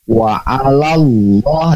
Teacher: Tadi yang sering keliru ketika lafaz Allah wa'alallah, di sana hukumnya adalah lam jalalah tafkhim sahabat MP. Jadi cara bacanya tebal. Lafaz Allah sebelumnya baris fathah ya.